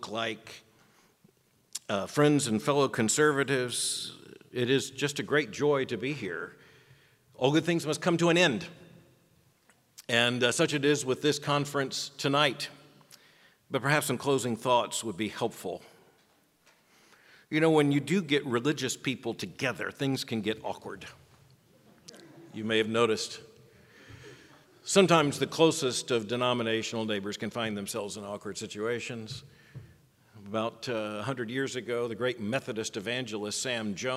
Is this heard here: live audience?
yes